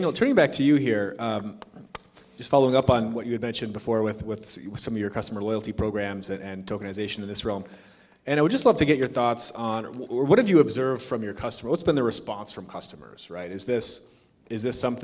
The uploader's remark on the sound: This week’s podcast is a recording of a panel. At Digital Finance Brasil last month at the University of São Paulo.